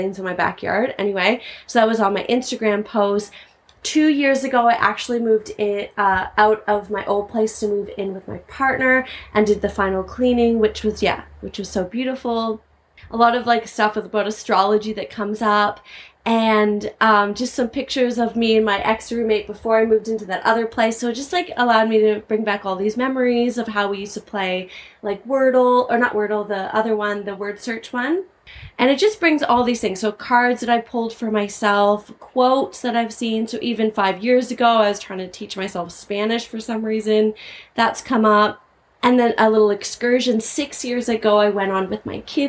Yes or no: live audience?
no